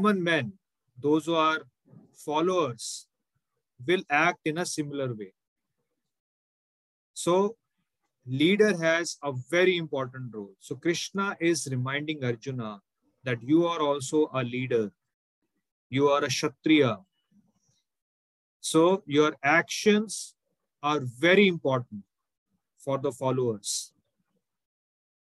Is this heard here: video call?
yes